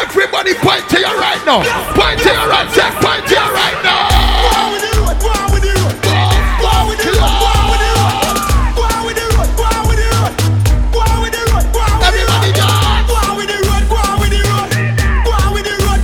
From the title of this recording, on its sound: Live Audio: The Jubilee Day Party